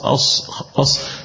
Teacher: صفير فقط ما فيهاش شدة أص صفير فقط ما فيهاش جهر أص طبعا تفخيم يبقى أص